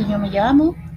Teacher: o I prolongado é bem característico do Caribe, né? Eles falam bastante Yo me llamo, e também na Espanha, em várias regiões da Espanha, pronunciam Yo me llamo, tá bom?